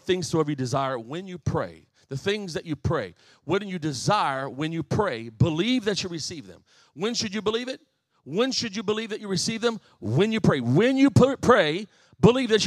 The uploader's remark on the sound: This message was recently preached at my home church, "The Pentecostal Church" of Harvey, IL.